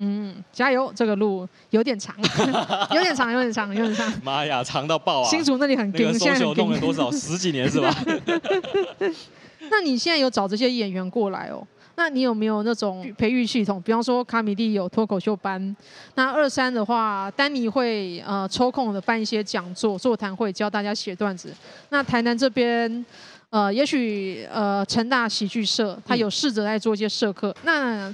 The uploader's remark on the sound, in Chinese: 這一集出外景！來到台南講open mic，表演完立刻就在肯德基錄podcast！